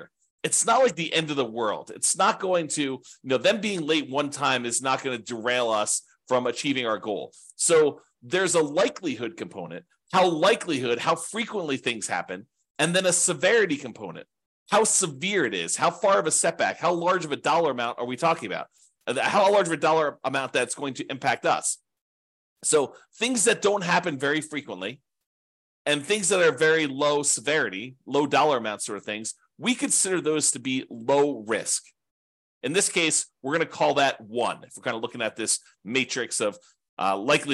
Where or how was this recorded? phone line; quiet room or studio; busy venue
quiet room or studio